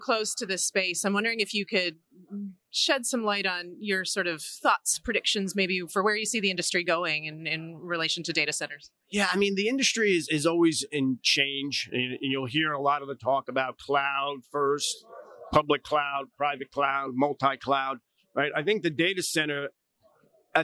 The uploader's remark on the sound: Live from PTC'20